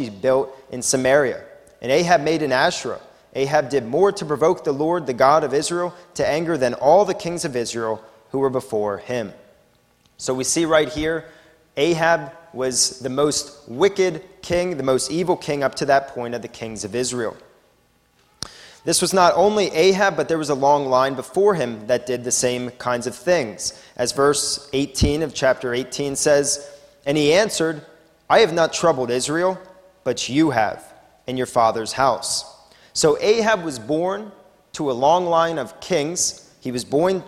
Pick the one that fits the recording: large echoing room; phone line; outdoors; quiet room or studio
large echoing room